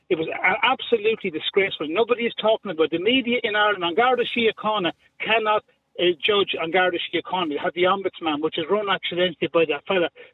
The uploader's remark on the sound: Opens the phone lines, inviting callers to share their opinions on the matter.